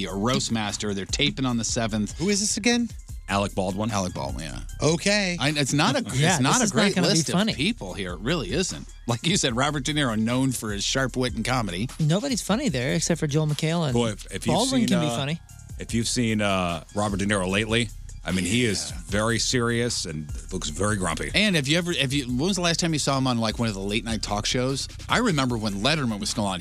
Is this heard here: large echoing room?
no